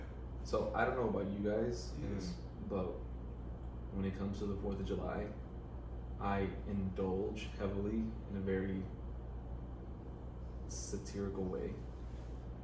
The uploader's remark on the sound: There was a glitch with OBS (the audio software) and we had to use the backup audio for this episode.